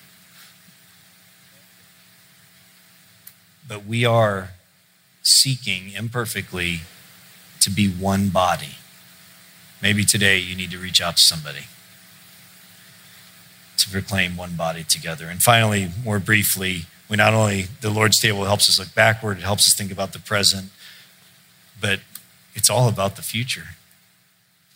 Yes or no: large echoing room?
yes